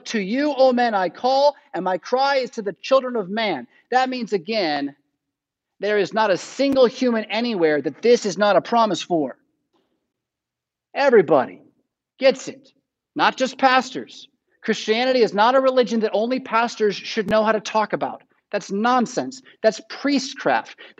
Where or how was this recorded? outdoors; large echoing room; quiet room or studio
large echoing room